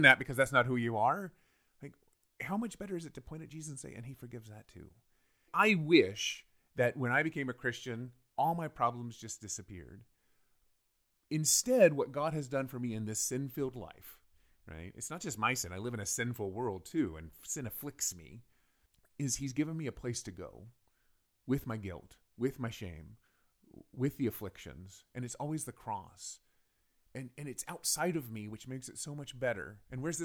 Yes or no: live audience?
no